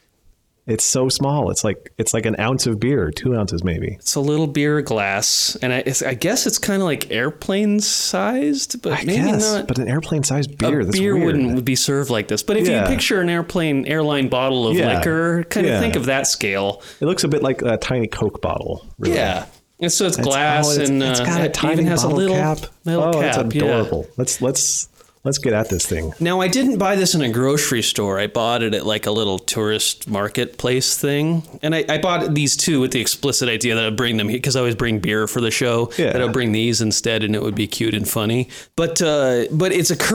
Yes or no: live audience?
no